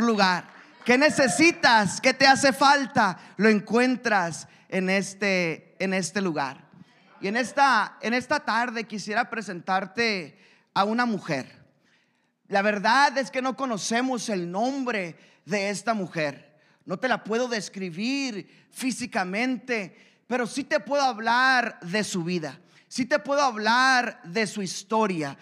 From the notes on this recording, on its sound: a service recording from Connect Point UPC